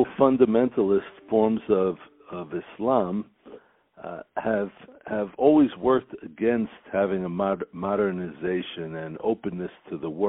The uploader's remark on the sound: On the phone